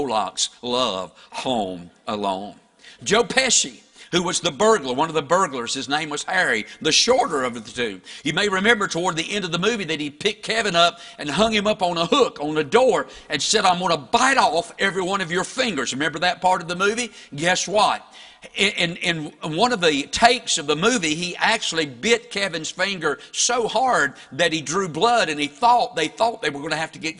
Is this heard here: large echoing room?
yes